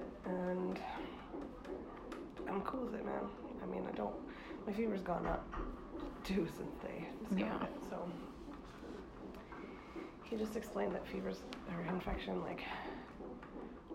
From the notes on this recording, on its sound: I apologize for the quality, hospitals are incredibly loud places.